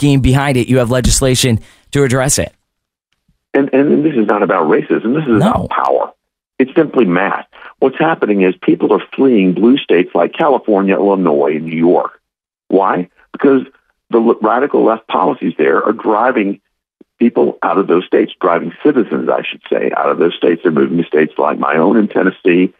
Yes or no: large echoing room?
no